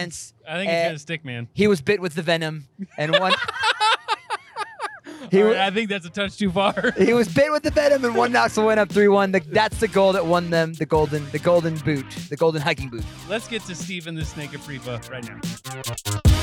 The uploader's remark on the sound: Buckle up for this Car Take, literally, for we recorded it in the wee hours of Tuesday night as we wound our way through the mountains back home to the 865.